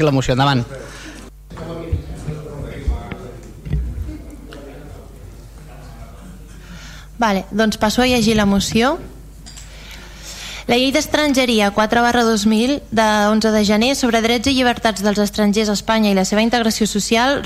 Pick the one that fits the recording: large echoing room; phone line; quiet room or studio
large echoing room